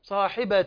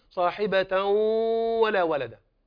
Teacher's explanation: كأن الصوت يخرج من الأنف لتظهر الغنة · Shown in: second take · طيب فيبقى من التنوين الغنة، فتقول صاحبة ولا ولد. · Term: الادغام بغنه